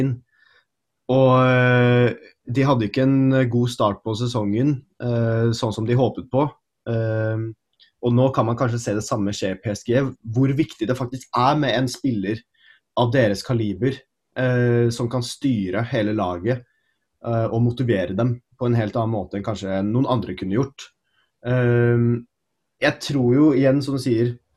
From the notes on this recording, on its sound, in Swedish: På zoom